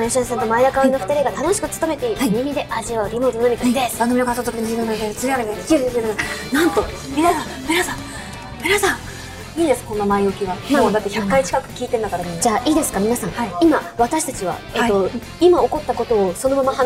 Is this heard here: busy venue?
yes